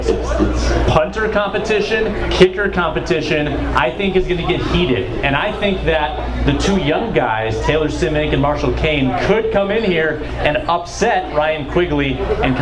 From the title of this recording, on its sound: Live From Bonfire in Mankato!